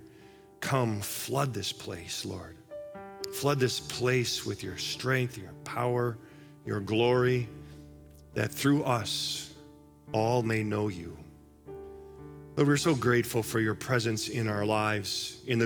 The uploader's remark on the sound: Live from our Celebration Ministry Center